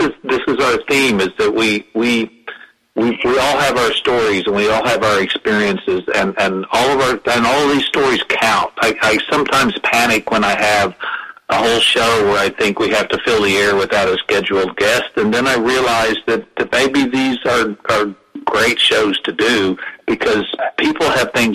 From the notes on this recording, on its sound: Open Mic Show with callers